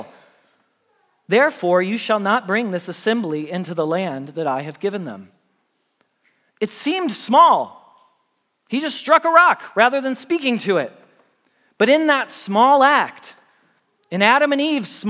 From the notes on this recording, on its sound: Message Preached at Valley Creek Church